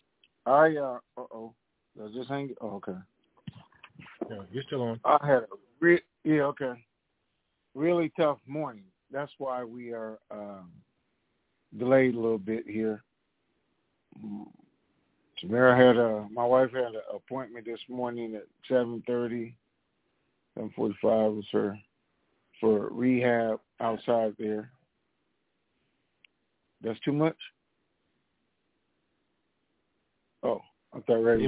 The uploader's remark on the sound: TNTSuperfantastic Conference Call - January 28, 2022